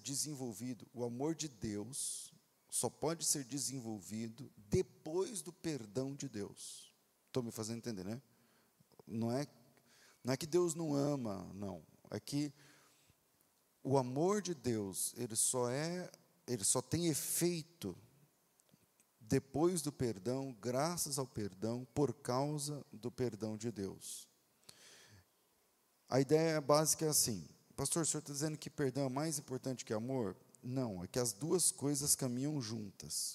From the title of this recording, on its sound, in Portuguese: Culto Ao Vivo